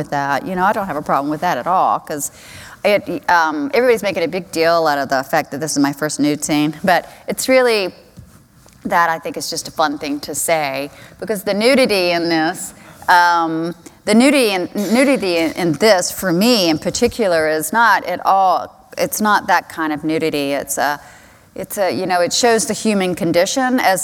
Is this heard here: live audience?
yes